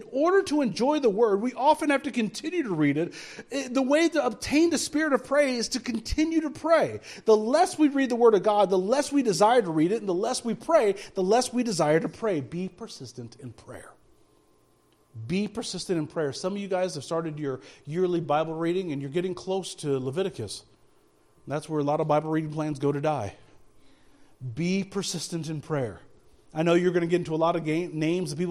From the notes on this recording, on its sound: speaking at Soma Community Church in Jefferson City, MO on Sunday morning 28 January 2024